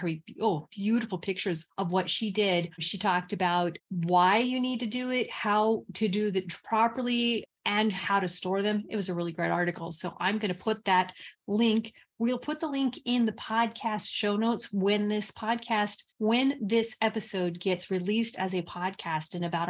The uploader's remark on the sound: A relaxed conversation in a Zoom room with a special guest (or two) to cover useful gardening topics, and they answer questions from the live listening audience.